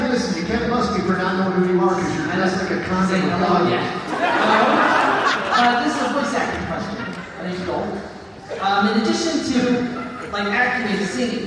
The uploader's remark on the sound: Panel at FanX in Salt Lake City. Q&A session. Interacting with fans.